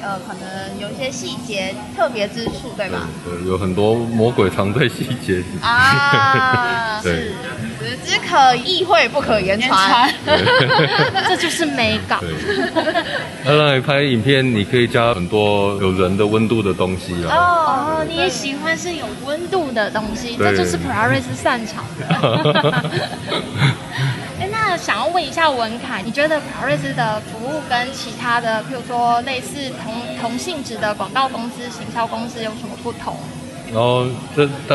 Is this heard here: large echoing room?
no